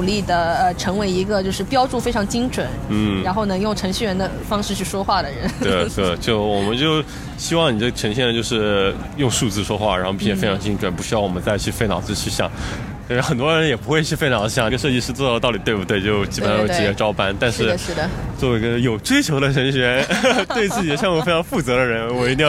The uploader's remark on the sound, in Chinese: 户外录音，稍有杂音